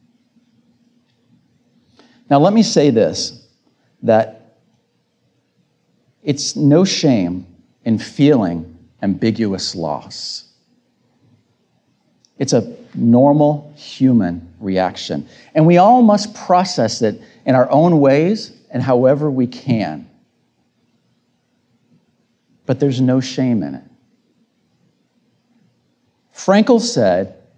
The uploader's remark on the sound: This episode features the audio of my recent Tedx Talk with a brief intro.